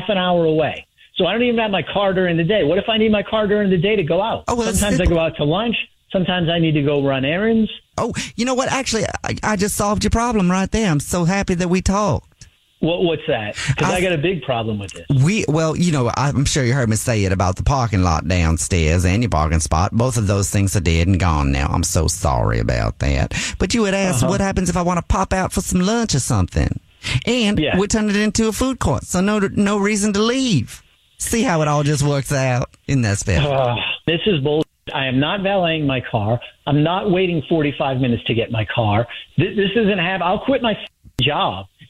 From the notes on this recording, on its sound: phone prank style